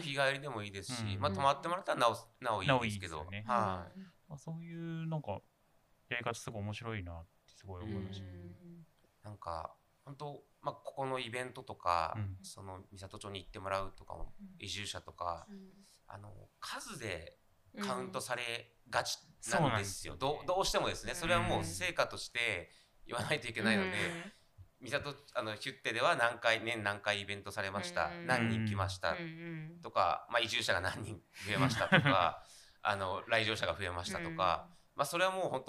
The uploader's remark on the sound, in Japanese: はじめてのオフライン収録につき、音声が小さめです。ごめんなさい！！